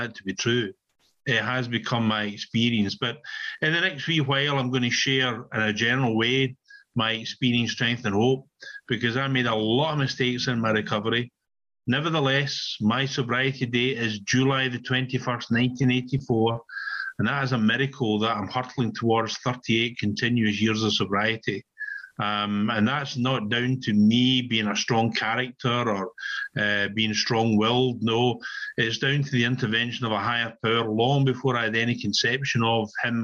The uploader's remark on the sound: on zoom at the Magical Mystery Tour meeting in July of 2022